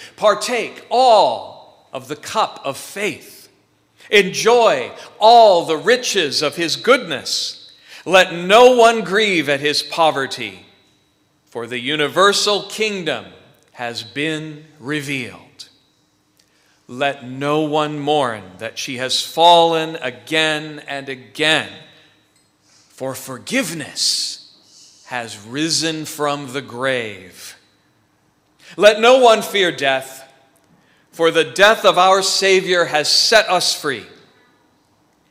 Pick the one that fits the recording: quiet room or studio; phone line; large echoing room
large echoing room